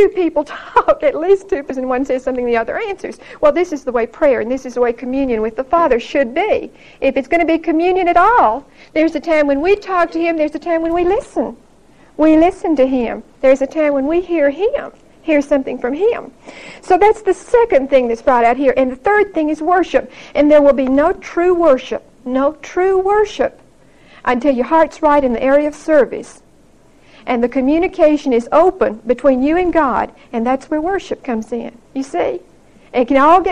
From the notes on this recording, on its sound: Recorded 9/23/1975 at Whitesburg Baptist Church.